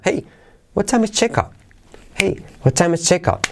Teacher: Mirad como la T de out se suaviza.